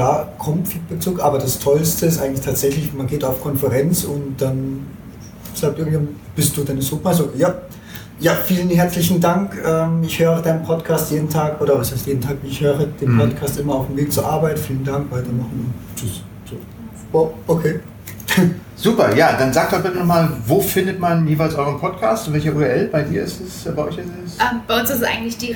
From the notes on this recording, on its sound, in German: Podcastertreffen auf dem Collabsummit 2019. Die eingeschränkte Tonqualität des Interviews. Ich habe ihn halt vergessen anzustecken.